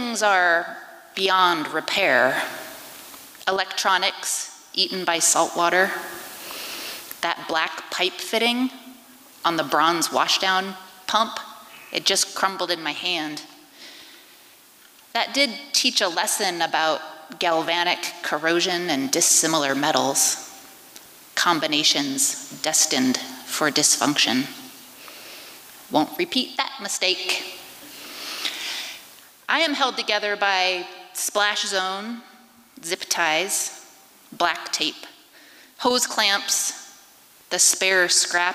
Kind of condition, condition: setting, live audience